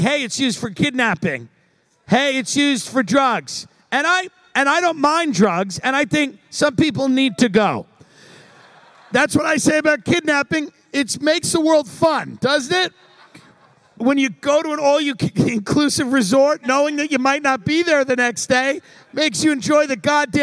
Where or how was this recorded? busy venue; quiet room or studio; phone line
busy venue